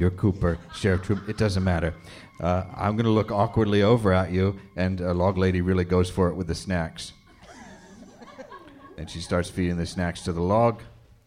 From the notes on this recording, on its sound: first live show of the season